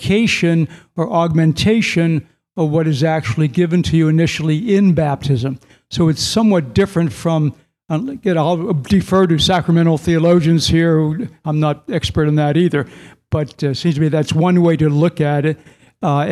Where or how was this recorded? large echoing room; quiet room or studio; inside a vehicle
large echoing room